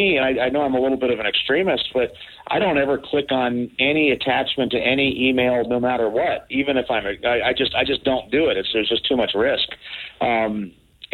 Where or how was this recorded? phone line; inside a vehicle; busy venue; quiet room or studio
phone line